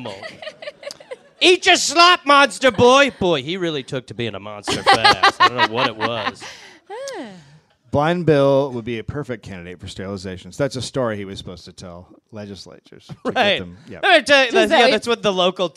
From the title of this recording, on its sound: Live in Los Angeles